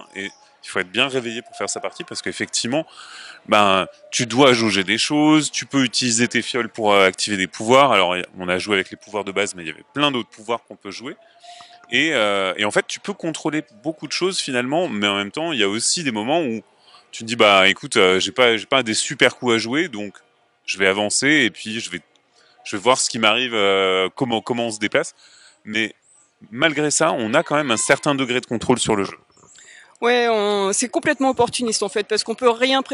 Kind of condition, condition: setting, busy venue